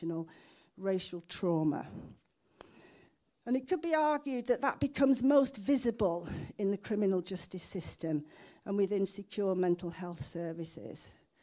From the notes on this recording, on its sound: The 2023 Skellern Lecture and Lifetime Achievement Award evening was held at Cardiff University. MhTV was invited to act as a repository for the event.